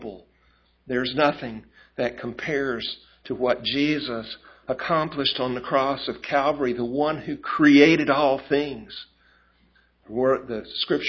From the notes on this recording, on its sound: A recording of the Sunday Morning Christmas service.